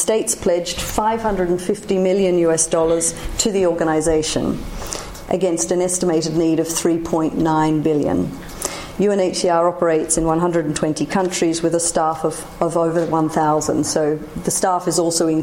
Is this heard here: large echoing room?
yes